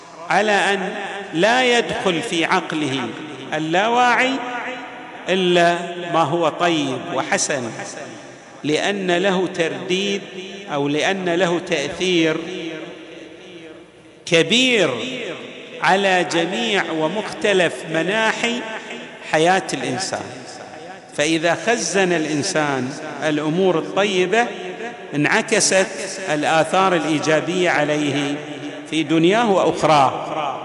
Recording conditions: large echoing room